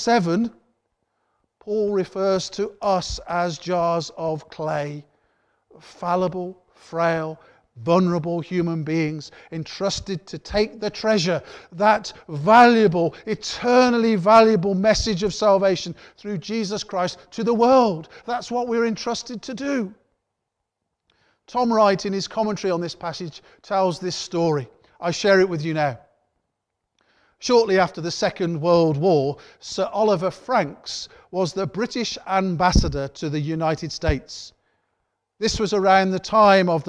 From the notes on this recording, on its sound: Worship from Morley Salvation Army, originally broadcast live in September 2020.